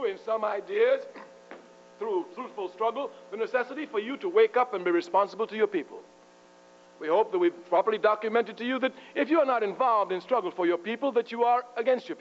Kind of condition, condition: setting, large echoing room